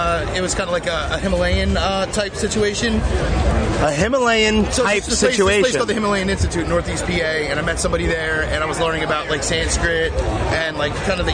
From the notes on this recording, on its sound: Recorded Live from This Is Hardcore 2018 at The Electric Factory in Philadelphia. Yes, it's hectic in the background and people make little cameo appearances... This is what happens when you have no map to follow when doing a Live podcast from a hardcore festival with thousands of people.